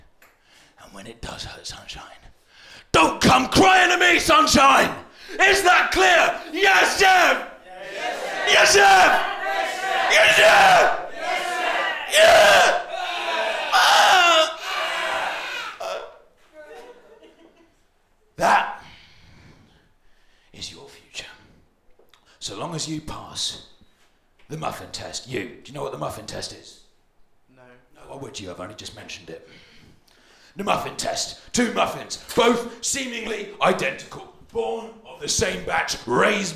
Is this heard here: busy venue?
yes